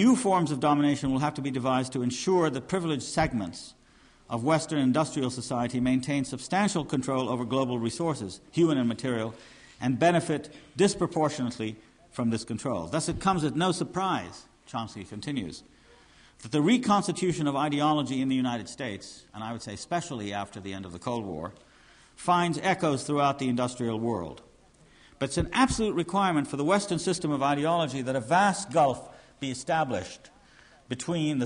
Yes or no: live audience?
yes